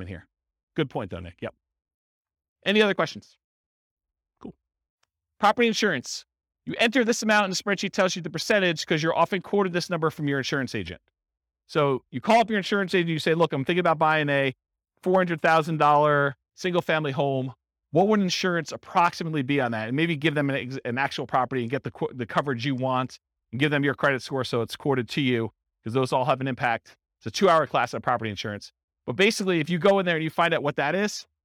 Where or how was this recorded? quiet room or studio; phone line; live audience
live audience